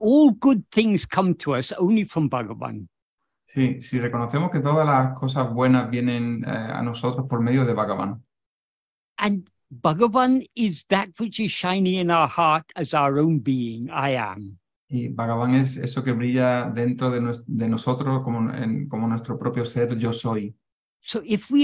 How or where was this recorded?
video call